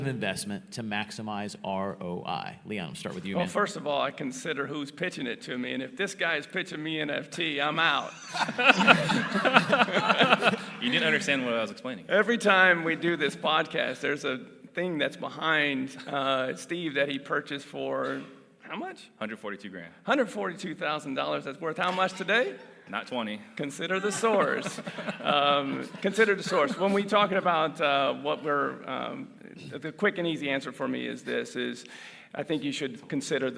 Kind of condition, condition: setting, live audience